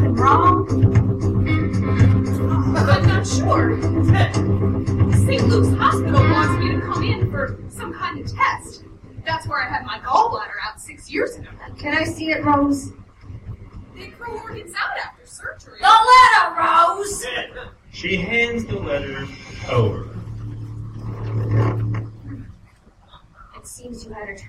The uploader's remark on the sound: The monthly staged reading show that I did at the Charm City Comedy Project in Baltimore, MD for about a year and a half. Sound effects, transition music and other comedic/editorial sound choices are developed and triggered during the performance. We perform the whole thing (comedians, actors, improvisers and me) for a live audience. I kept the "editorial sound drops" simple by just using my "sitcom soundboard" app.